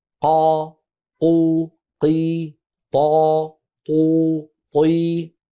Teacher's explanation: القاف الموصوفة في الكتب مجهورة، والطاء الموصوفة في الكتب مجهورة